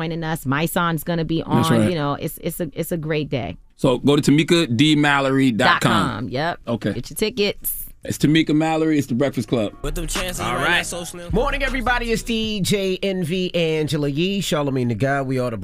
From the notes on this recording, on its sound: We opened up the phone lines